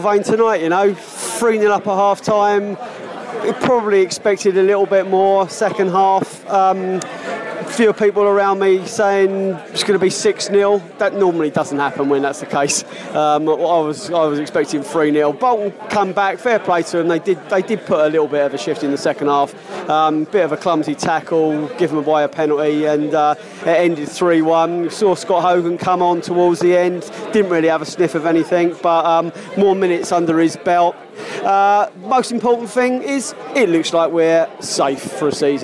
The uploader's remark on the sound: Post Match Podcast from the pub